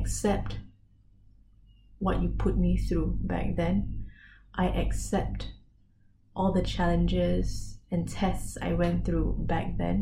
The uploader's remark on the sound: I recorded this episode without my mic—completely unplugged!